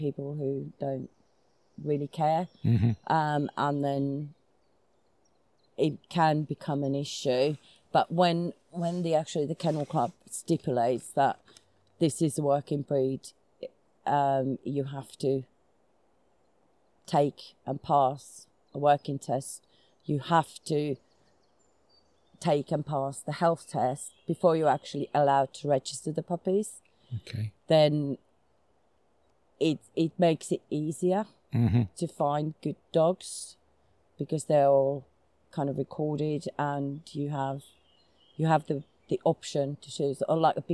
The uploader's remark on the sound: was recorded live in the middle of a forest, so we apologise for any poor sound quality